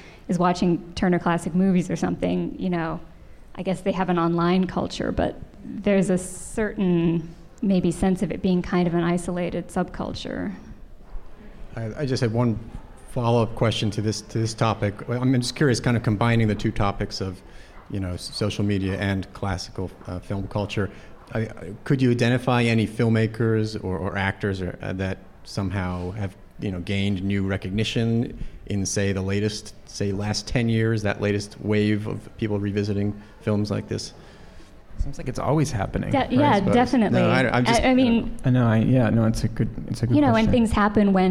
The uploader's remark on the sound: before a live audience